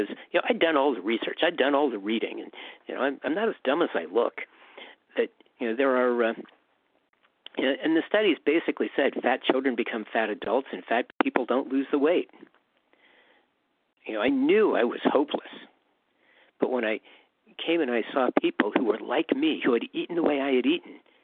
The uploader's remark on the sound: 100 Pounders Phone Meeting